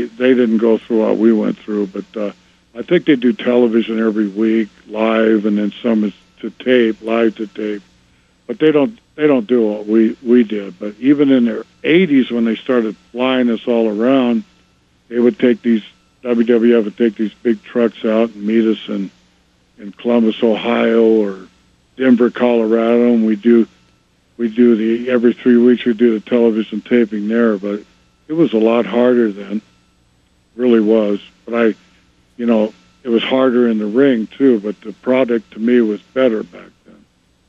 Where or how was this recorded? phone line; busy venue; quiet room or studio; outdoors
phone line